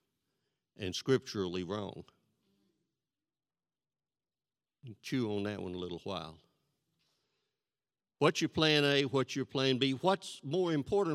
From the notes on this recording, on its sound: This sermon was recorded live on April 3rd, 2022 at Newark United Pentecostal Church.